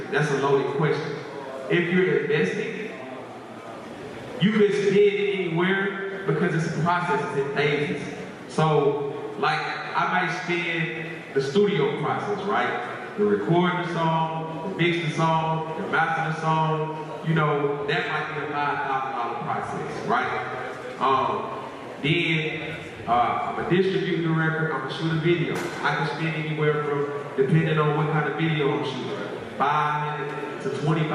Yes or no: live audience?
yes